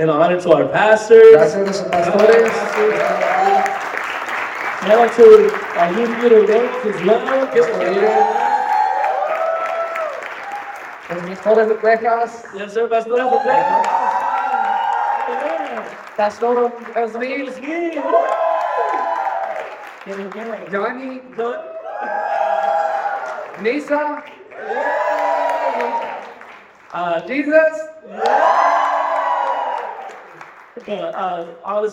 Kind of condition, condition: setting, live audience